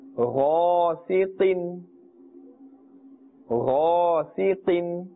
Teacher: Ghain and Qaf are also part of the Huruf Musta'aliyah, therefore pronounce it with a thick tone. Be careful not to pronounce the Qaf and mix it with the Kaf.